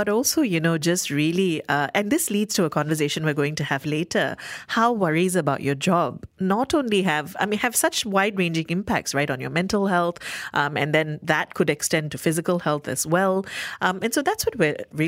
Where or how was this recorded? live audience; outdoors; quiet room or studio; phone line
quiet room or studio